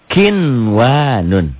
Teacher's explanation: Tulisan dan bacaan tetap sama seperti idhar halki. Dalam artian tidak ada peleburan. Dibacanya jelas, jelas bunyi nun matinya. · Term: izhar